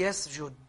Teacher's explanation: السين تسبقه وهي رخوة نعم. فيتأثر اللسان برخاوة السين فيعمل رخاوة في الجيم